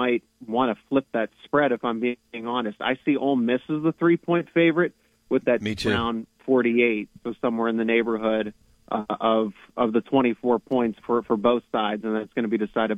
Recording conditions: phone line